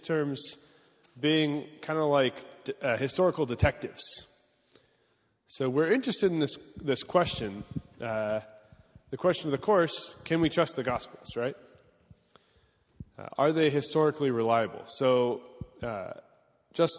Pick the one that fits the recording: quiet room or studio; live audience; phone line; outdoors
live audience